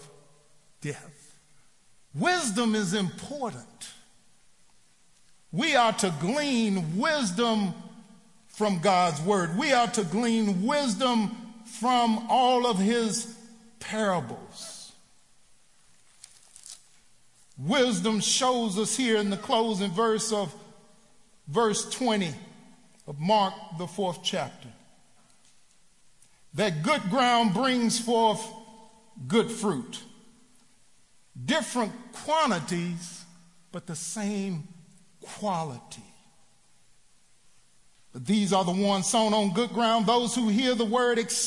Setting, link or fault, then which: setting, live audience